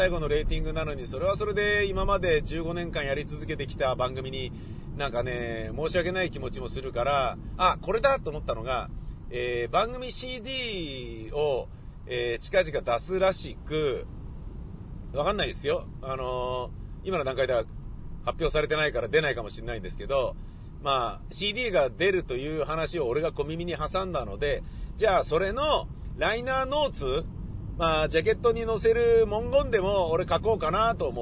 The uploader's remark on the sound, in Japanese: 雨だったので、車で放送局に向かい車で自宅へ戻りました。その道中で車の中でぶつぶつ喋っております。